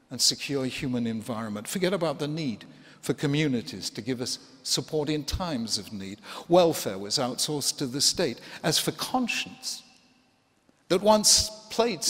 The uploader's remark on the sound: 2016 Templeton Prize Ceremony